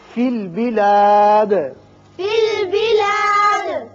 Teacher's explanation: دال پر قلقلہ کریں گے اس لیے کہ وقت کی وجہ سے ساکن ہو رہا ہے